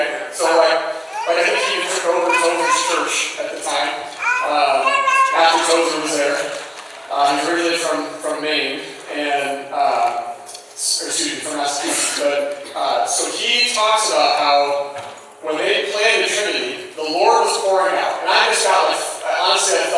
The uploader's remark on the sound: Had an issue with the recording so sound quality is not as good. We felt the message was important enough to share even in reduced quality.